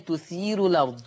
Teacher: إذا أنت وصلت رققت الراء وصلا وعملت النقل في الأرض